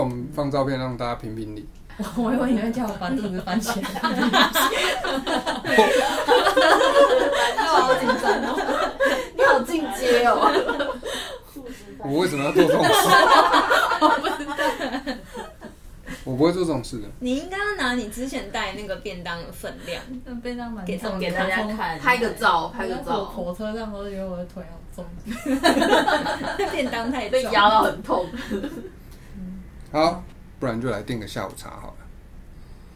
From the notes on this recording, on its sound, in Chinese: 結果收音檔案壞掉啦！